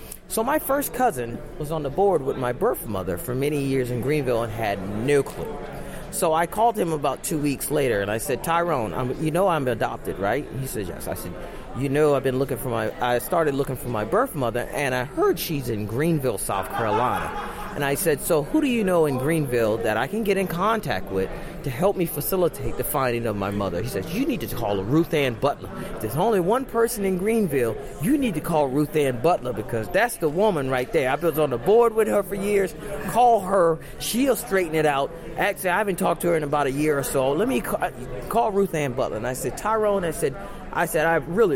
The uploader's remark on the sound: at “Podfest” a podcaster’s conference in Orlando, Florida